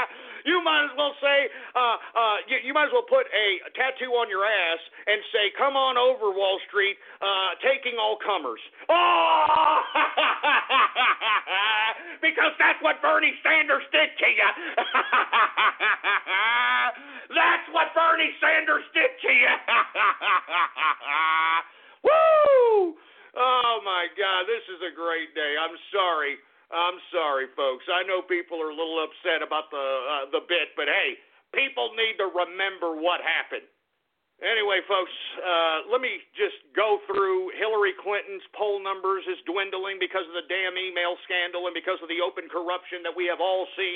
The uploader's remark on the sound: opens up the phone lines again and takes your calls